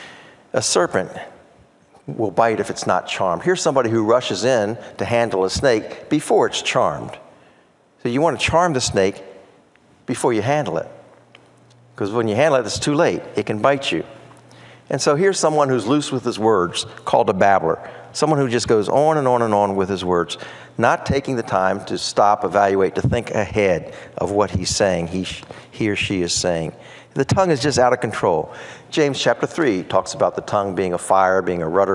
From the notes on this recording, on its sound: preached at Bayside Community Church in Tampa